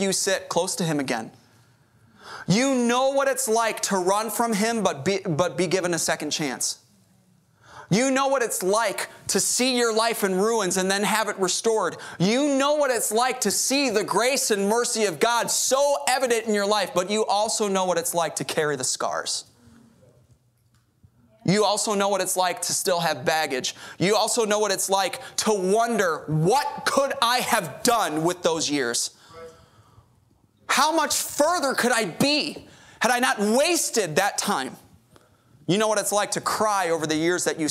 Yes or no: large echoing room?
yes